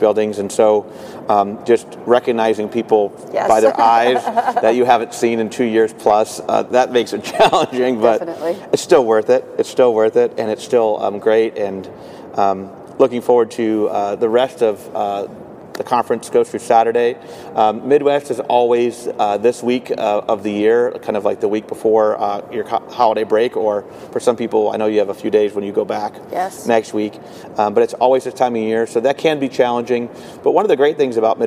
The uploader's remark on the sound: Live from the Midwest Clinic in Chicago!